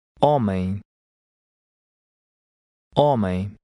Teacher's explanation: Remember that the H and the last M are silent.